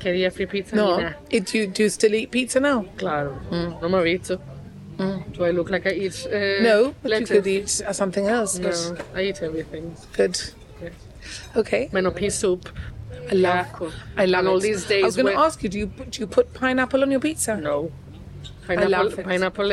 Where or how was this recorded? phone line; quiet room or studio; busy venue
busy venue